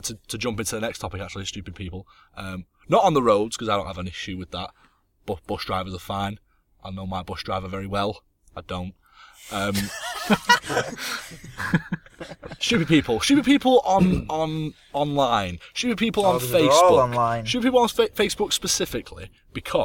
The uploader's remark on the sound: get together in the car once again